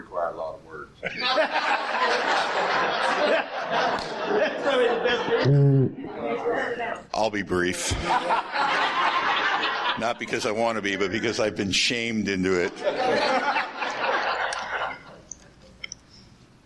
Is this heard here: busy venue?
yes